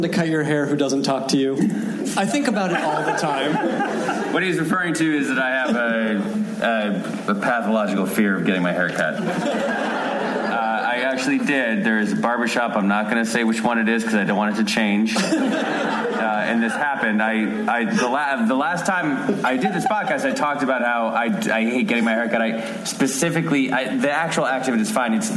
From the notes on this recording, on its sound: Recorded at Largo at the Coronet on November 6, 2016.